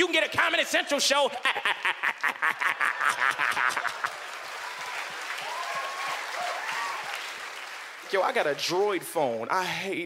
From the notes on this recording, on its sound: brings the house down at the 2012 Just for Laughs Festival in Montreal